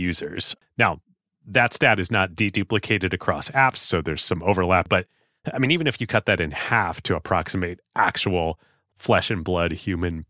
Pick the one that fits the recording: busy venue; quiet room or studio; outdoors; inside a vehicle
quiet room or studio